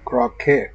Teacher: say croquette with box vowel and follow with a stressed bet vowel. Stress pattern, dida.